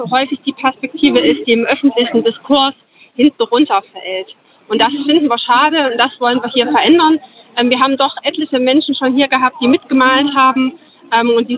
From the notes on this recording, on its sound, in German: In dieser Live-Reportage vom Leipziger Markt. Dieser Beitrag entstand live im Rahmen des Radiofestivals zum Leipziger Frauen*Festivals 2021. Bei Radio blau.